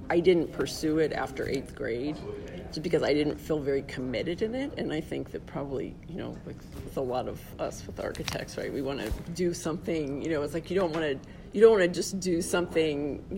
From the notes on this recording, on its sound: This interview took place during the AIA Conference in Las Vegas in 2019.